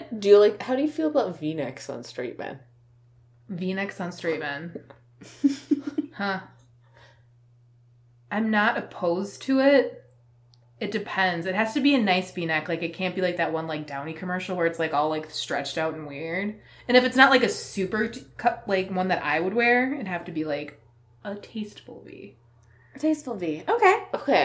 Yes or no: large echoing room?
no